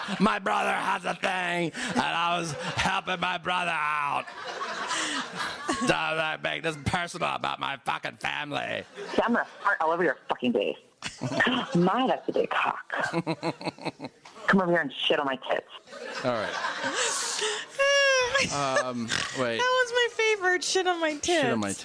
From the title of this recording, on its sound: Live From Pasadena